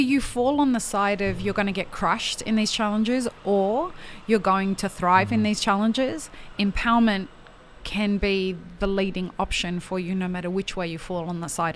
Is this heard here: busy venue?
yes